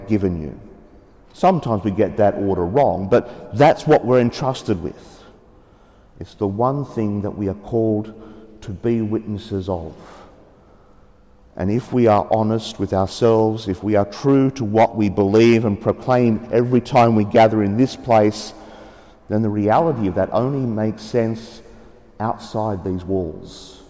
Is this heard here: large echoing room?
yes